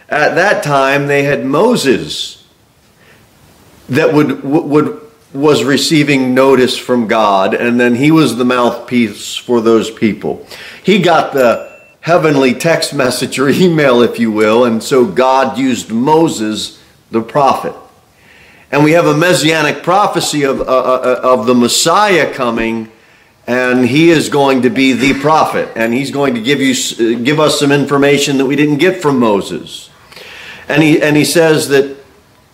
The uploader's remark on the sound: Sermon delivered at Pilgrim Baptist Church